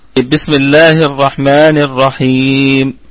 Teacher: والسين ساكنة، نراعي فيها الهمس والصفير والرخاوة